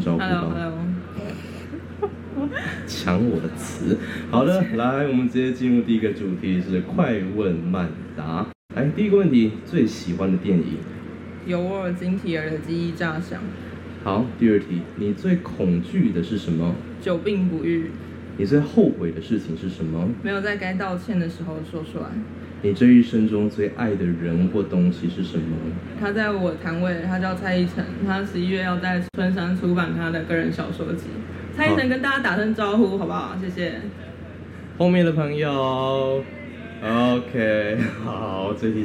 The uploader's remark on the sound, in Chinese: 本單元為南方家園小客廳與逗點學校聯合制播，也是首次以「Live Podcast」的形式在2023年讀字公民市集上錄音。